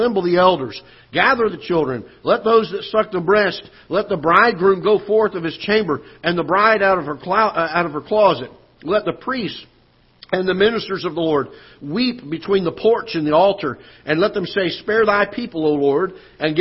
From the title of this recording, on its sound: Ketha Heights Baptist Church ~ Live Broadcast